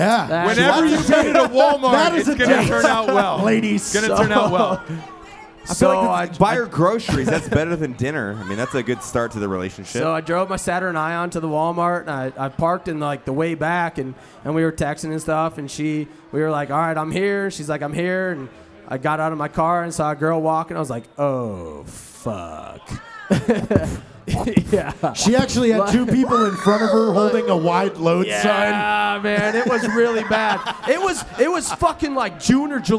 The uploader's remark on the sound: live from the MGM Grand hotel in Las Vegas during SHOT show